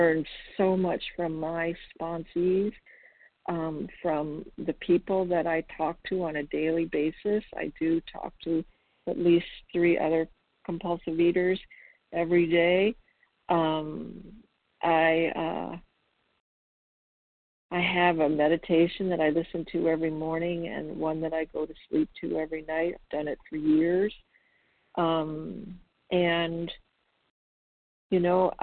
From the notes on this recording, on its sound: the 100 Pounders Phone Meeting